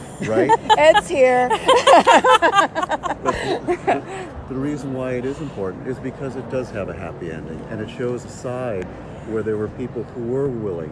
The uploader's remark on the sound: Interview was recorded in person at 2020 PLA in Nashville, TN, in February 2020.